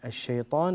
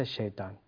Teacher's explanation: فخم الطاء من كلمة الشيطان · Shown in: first take · الشيطان وليس الشيطان.